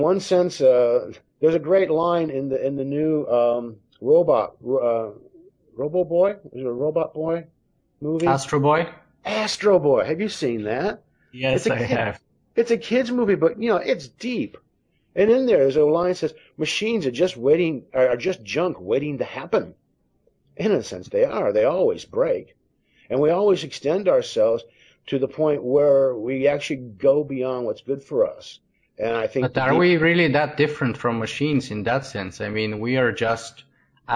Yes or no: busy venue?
no